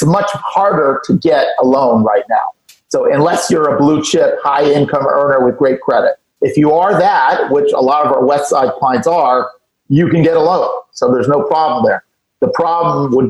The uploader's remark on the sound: Hosts a zoom call. On this Zoom call. Who contribute their opinions in an open forum towards the end of the call.